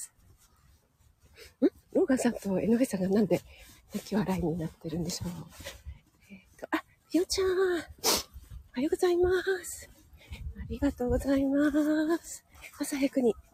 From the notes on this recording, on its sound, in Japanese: 野外ため、鼻水ズルズルすみません